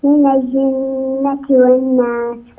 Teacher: وأعجبتني الغنة التي تأتي في النون المشددة من الجنة والناس